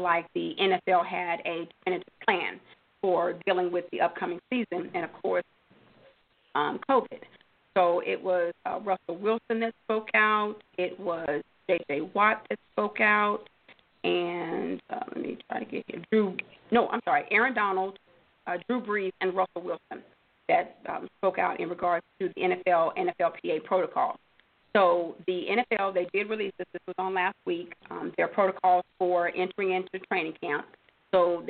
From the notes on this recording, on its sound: your phone calls